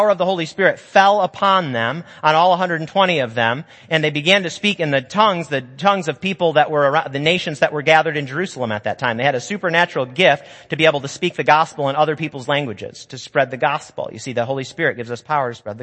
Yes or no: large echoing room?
yes